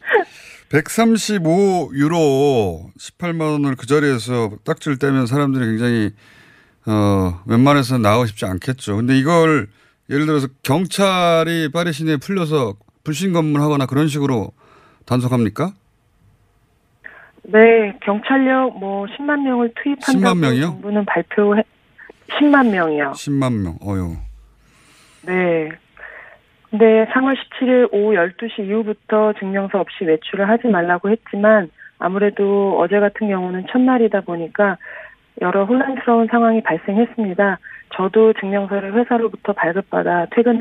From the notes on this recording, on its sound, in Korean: 전화연결